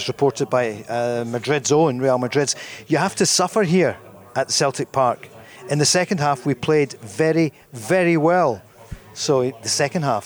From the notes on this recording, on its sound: live at Radisson Red